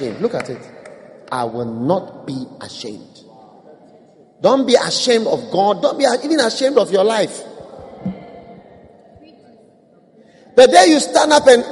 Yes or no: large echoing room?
yes